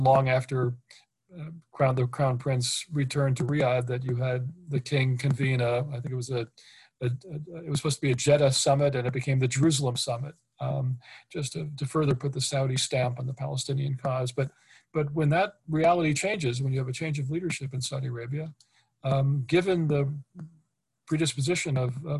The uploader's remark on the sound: This public talk was conducted online via Zoom on 2 October (Friday), from 9.00am to 10.30am (SGT).